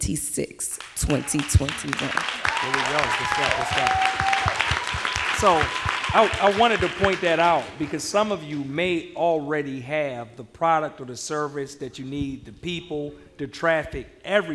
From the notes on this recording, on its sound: They spent an hour sharing secrets with the audience